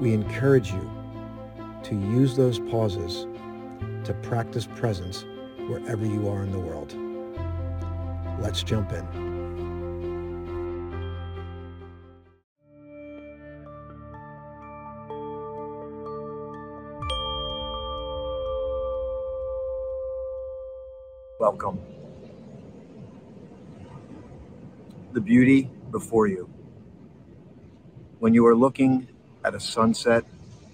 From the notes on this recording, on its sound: Originally streamed live on location at Barnegat Lighthouse State Park, 208 Broadway, Barnegat Light, NJ. The audio from this podcast was taken directly from this live stream.